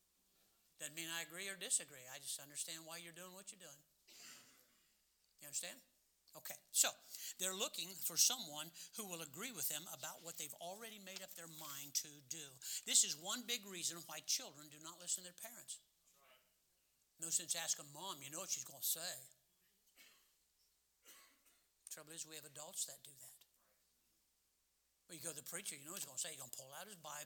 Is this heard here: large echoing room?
yes